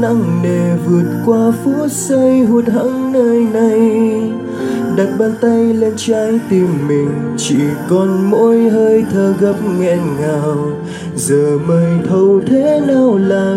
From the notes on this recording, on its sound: Recorded by my mobile phone